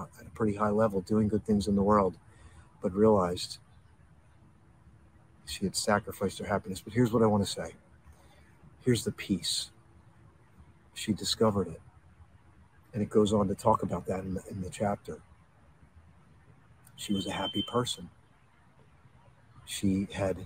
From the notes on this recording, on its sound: This Episode originally streamed live on location at Washington Crossing State Park. The audio from this podcast was taken directly from this live stream.